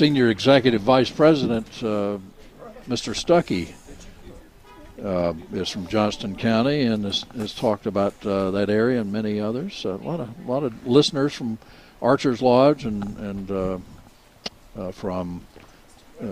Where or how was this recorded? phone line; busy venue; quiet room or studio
busy venue